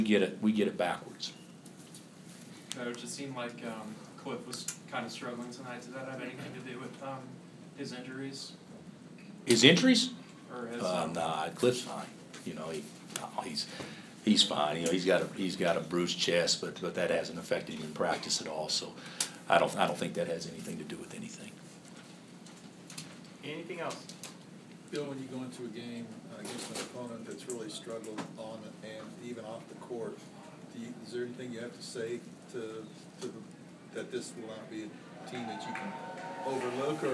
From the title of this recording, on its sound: Press Conferences & Post-Game Interviews